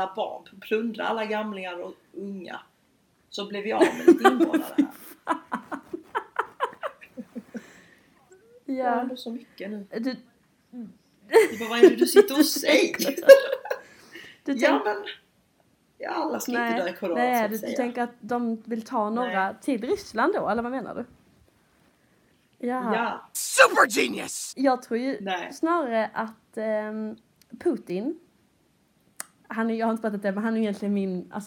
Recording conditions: poor microphone